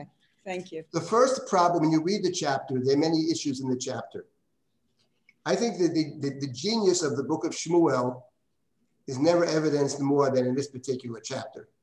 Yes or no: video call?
yes